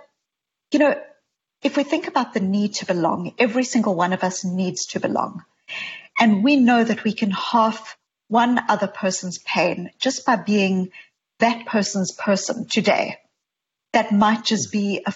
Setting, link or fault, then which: link, video call